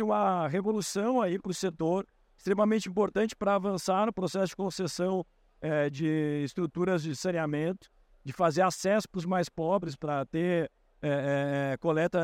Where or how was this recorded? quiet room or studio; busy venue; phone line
busy venue